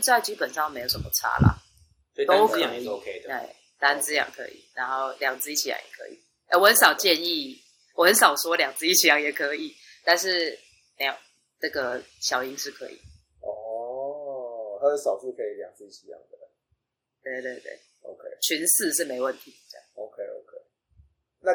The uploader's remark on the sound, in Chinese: 本集節目因音檔異常造成音質不佳敬請見諒